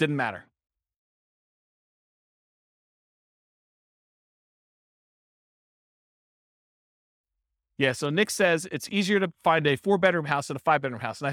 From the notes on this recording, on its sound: This was a live class recorded